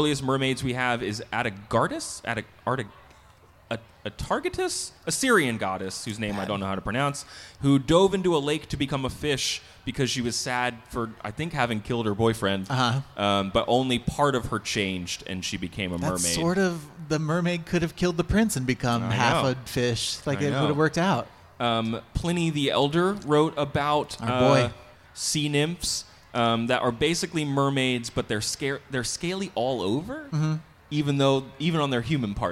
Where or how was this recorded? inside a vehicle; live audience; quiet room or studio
live audience